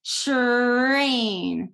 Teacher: TR blend is actually the affricate CH. So once again, you can't round your lips when you do CH, you protrude them, train.